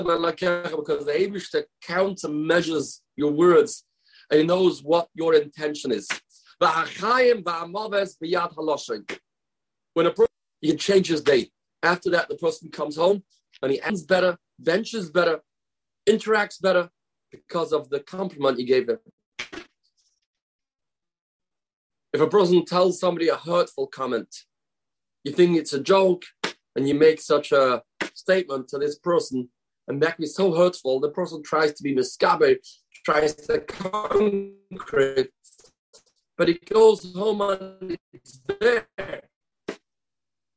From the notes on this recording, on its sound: sorry for the distortion